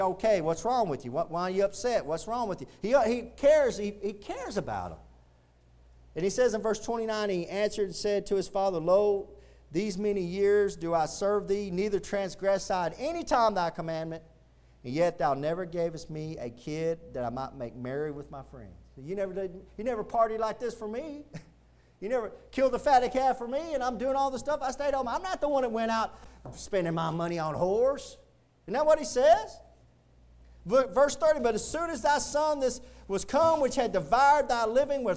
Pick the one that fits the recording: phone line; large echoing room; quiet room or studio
large echoing room